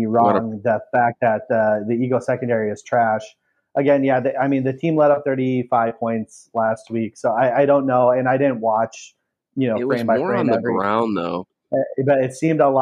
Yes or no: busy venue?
no